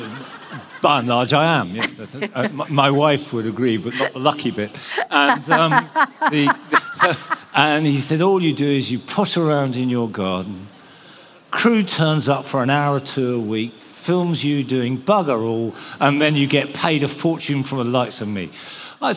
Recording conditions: live audience